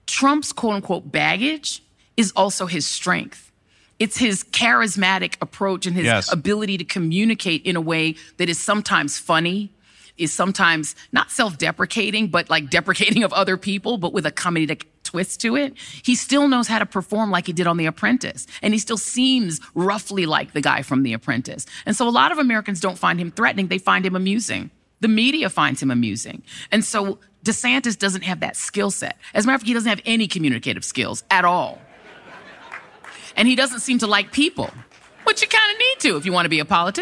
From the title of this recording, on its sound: Live in Philly